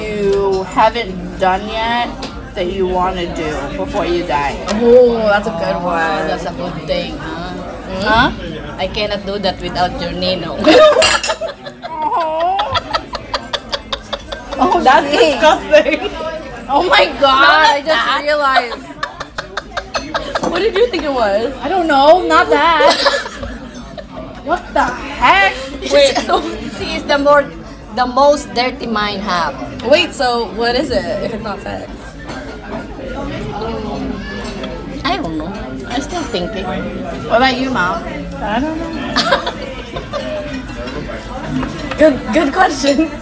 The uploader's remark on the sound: We took our moms to dinner on Saturday night (excuse the restaurant ambient noise!).